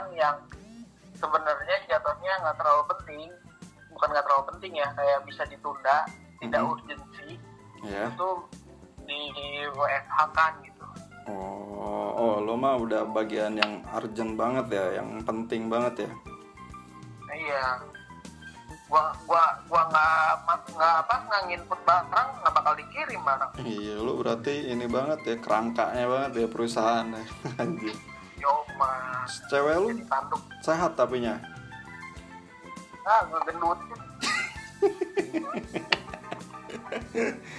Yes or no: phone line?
yes